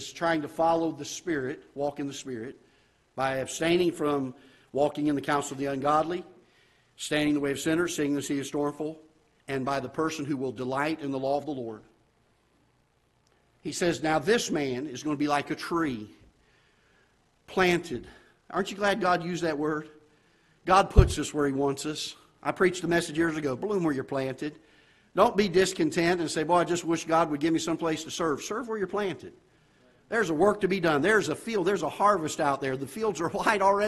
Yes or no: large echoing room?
yes